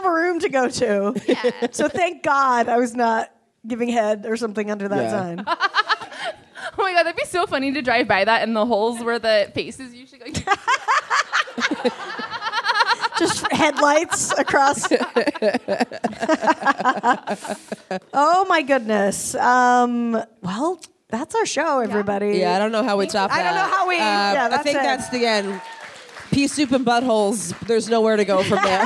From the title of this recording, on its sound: Live From SF Sketchfest 2023